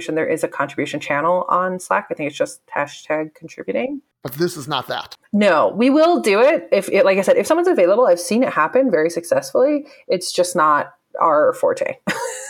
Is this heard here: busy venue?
no